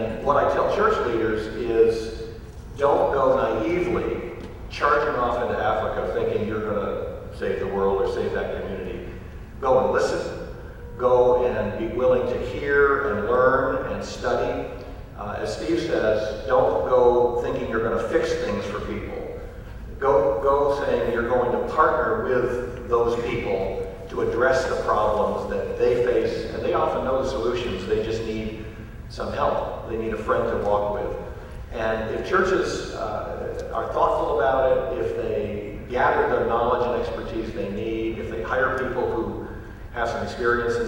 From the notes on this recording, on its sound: answer questions from the audience